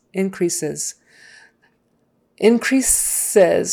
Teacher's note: So an S in the middle and a Z sound on the end